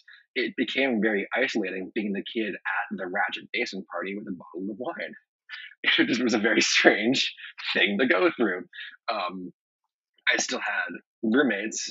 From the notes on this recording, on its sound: Bear with us while we sort through the audio issues LOL.